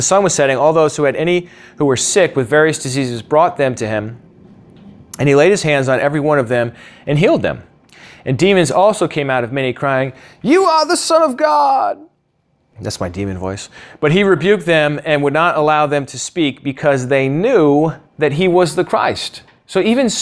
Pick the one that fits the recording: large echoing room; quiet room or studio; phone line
large echoing room